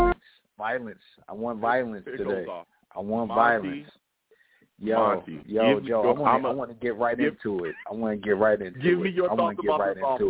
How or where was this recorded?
phone line